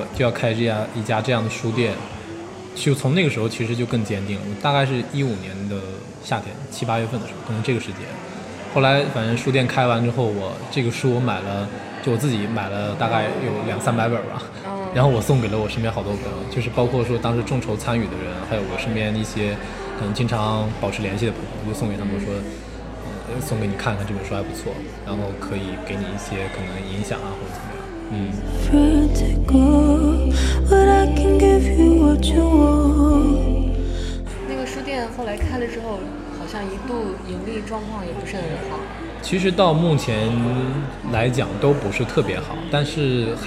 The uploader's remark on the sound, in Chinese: 在他活动间隙在798的一家咖啡厅跟他聊了聊他的经历、他的纠结。因为在外面录音，嘈杂的背景音也不免会被收录。